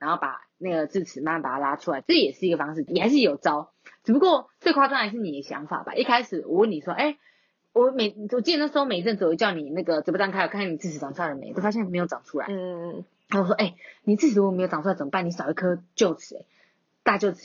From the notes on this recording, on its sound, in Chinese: 等麥克風到貨中。試播集音質不好。